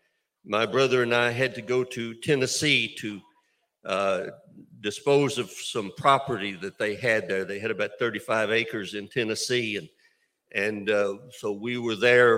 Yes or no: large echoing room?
yes